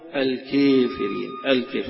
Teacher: والله محيط بالكافرين، بالكافرين فيها التقليل والإمالة